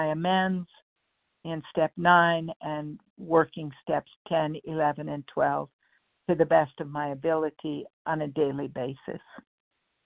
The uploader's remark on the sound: 100 Pounders Phone Meeting